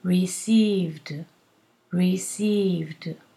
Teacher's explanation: V is voiced because your vocal cords vibrate. So, the dental sound has to be voiced.